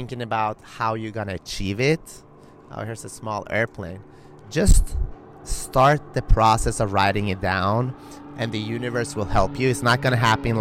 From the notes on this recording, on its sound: Live From Gold’s Gym Venice (The Mecca of Bodybuilding). I decided to record a podcast live from Gold's Gym Venice, The Mecca of Bodybuilding.